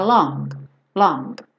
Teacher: Esse G, ele praticamente não aparece